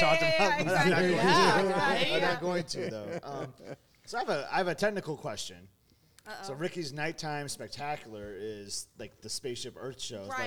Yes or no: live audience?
yes